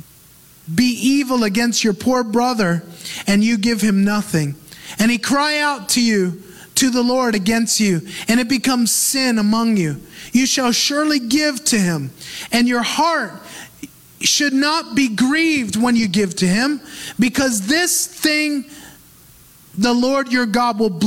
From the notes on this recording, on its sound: Recorded live in Move Church, Auburndale, FL, U.S.A.